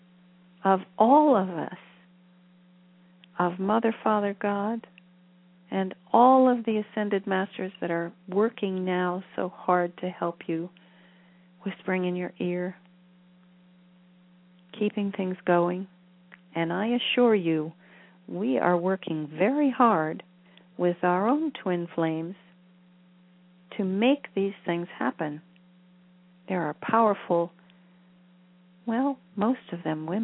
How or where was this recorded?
phone line